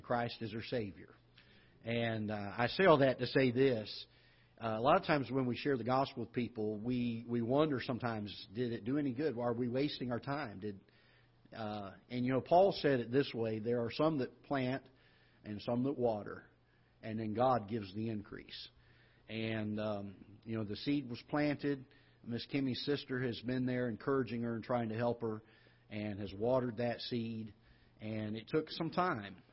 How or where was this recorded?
large echoing room